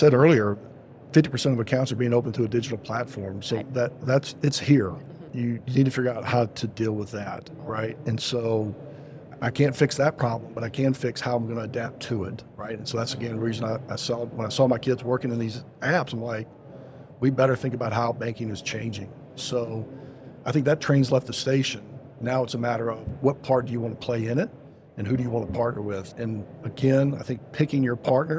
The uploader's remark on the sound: Podcast recorded live at Money20/20 USA in Las Vegas.